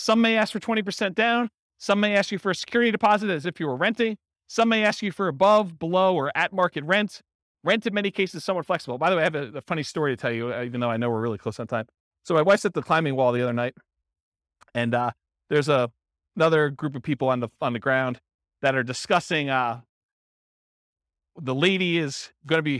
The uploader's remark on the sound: Real estate entrepreneurs in Warren, Michigan. This was a live class recorded. Live in-person version.